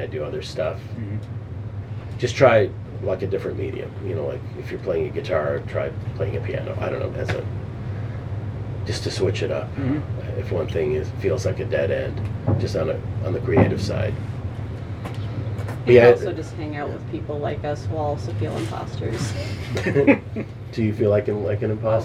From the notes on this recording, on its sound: A recording of a book-release event at Tangible Books on September 16, 2023